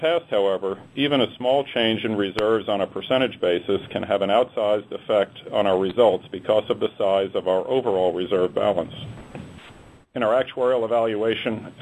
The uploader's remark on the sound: ProAssurance Earnings Conference Call.